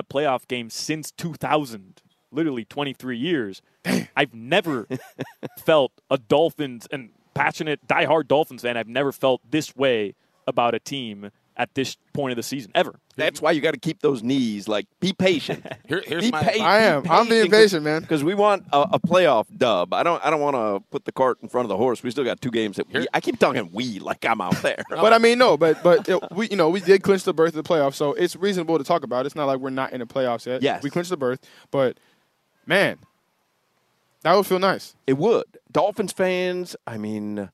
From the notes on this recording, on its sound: live from Hollywood Kia